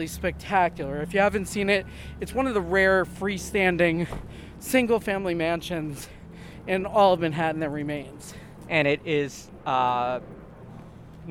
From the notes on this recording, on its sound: Recorded in the winter, we do a walking tour and discussion of St. Nicholas Park.